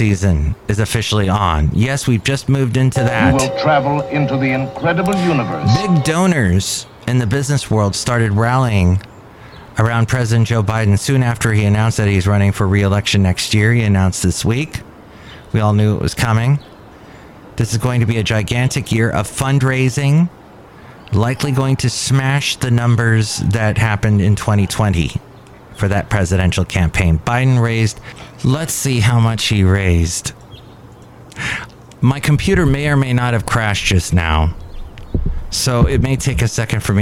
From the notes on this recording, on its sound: podcasts live from Café Anyway